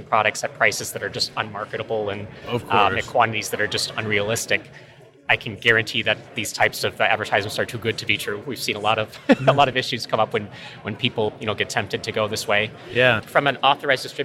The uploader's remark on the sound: at the Rockwell Automation fair in Houston Texas